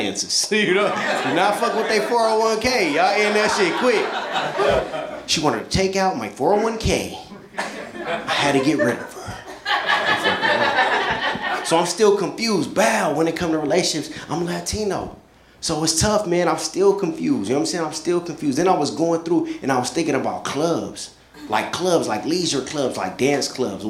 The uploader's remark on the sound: A hysterical live stand-up comedy show.